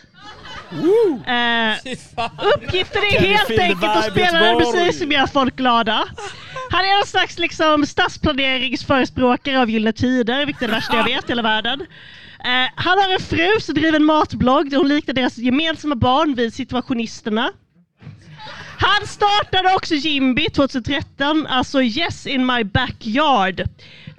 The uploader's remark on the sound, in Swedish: Live från Potatisen